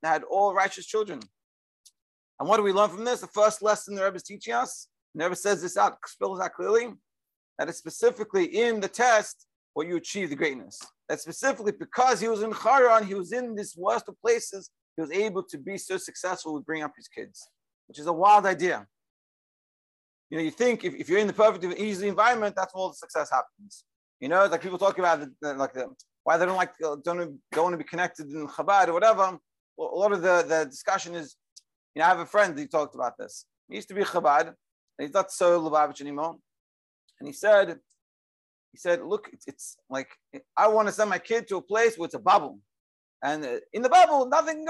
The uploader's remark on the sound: Daily Zoom Shiur.